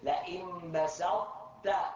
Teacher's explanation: فإن التقت الطاء وهي ساكنة بتاء أدغمت فيها بيسر وبين إطباقها مع الإدغام